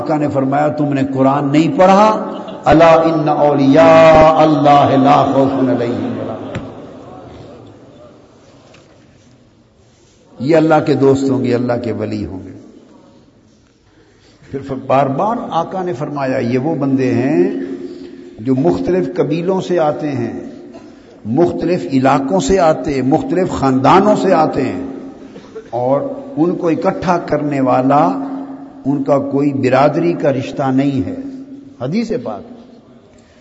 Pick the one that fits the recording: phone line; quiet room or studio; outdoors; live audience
live audience